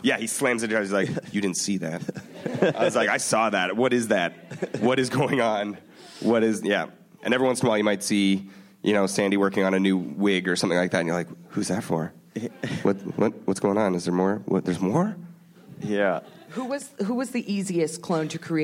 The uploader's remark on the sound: ORPHAN BLACK panel from ATX Television Festival. Recorded June 6, 2015 at ATX Television Festival.